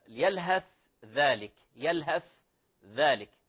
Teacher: الثاء مع الذال إضغام متجانس